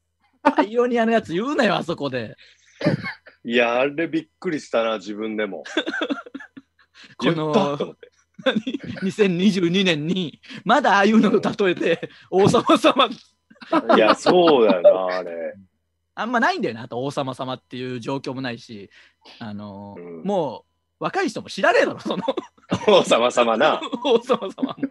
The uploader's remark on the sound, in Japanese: 状況を鑑みて、大事をとって久しぶりのZoom収録です。